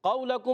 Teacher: قاف عرف مستعلیہ میں سے پر کر کے پڑھیں گے، زبان کی جڑ تعلقہ نرم حصہ، قاف کا مخرج ہے